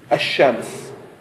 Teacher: فبدل أن نقول الشمس نقول الشمس، نضع شدة لفظية لفظا وليس خطا على حرف الشين